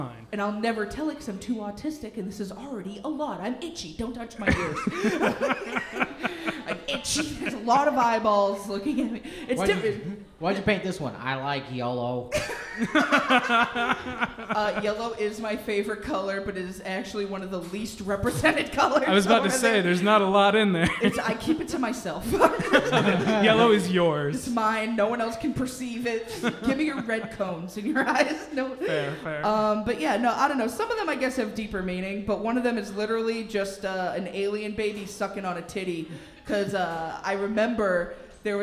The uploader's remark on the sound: LIVE! From Electric Haze. It was a ton of fun doing it live.